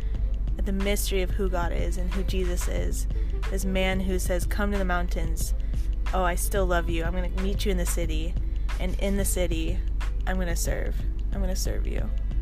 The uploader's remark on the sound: joins me in my car